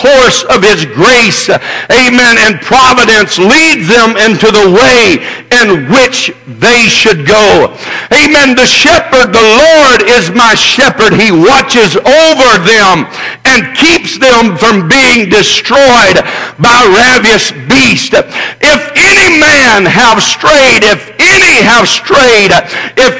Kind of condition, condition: setting, large echoing room